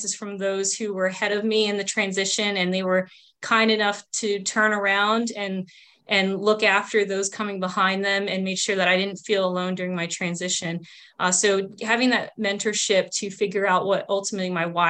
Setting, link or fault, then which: link, video call